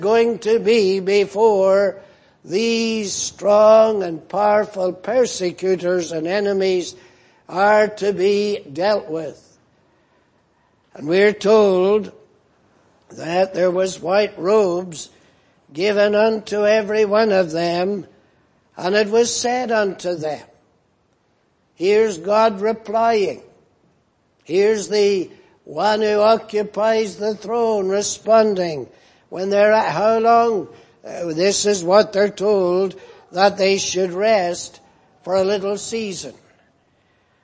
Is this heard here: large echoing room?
yes